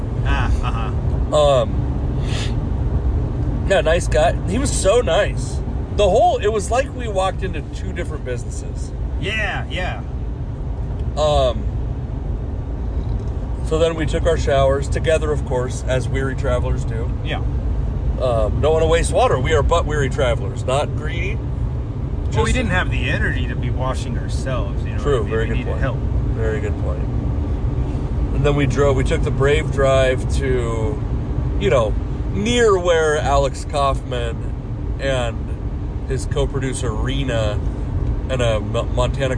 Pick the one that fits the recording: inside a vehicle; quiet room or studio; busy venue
inside a vehicle